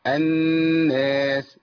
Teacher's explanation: سورة الناس بتعلمنا ازاي نقف على المشدد من النون المشددة، نقف عليها بزمن حركتين بغنة من الخيشوم